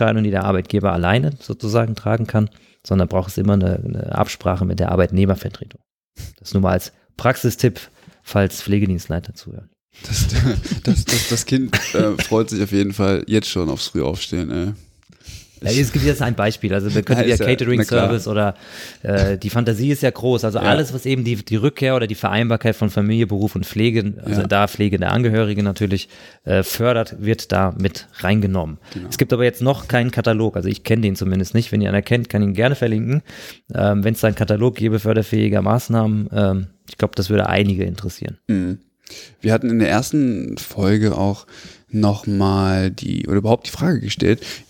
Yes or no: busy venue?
no